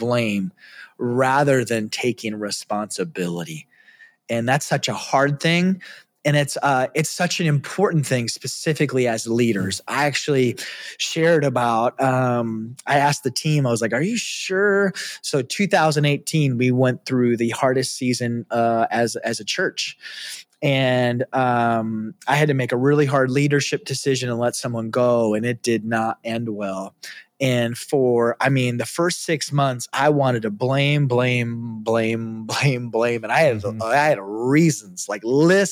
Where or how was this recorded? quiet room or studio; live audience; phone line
quiet room or studio